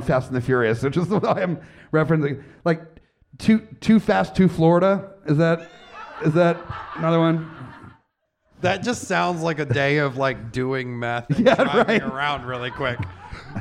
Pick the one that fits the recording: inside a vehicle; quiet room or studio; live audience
live audience